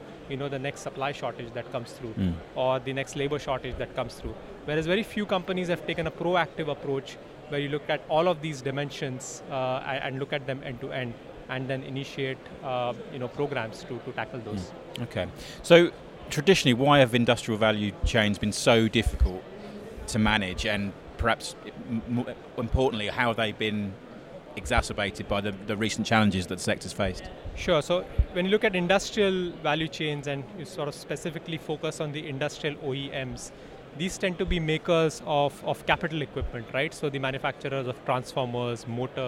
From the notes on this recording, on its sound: It's another interview taken from the show floor of Smart Factory Expo in 2022.